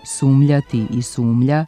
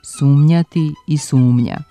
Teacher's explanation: Nepravilni oblici sumljati i sumlja povremeno se javljaju u govornom i pisanom jeziku, a nastali su razjednačavanjem, to jest disimilacijom nazalnih suglasnika m i nj, zamenom glasa nj najbližim nenazalnim glasom lj · Shown in: first take · Međutim, ispravni su jedino izvorni oblici sumnjati i sumnja.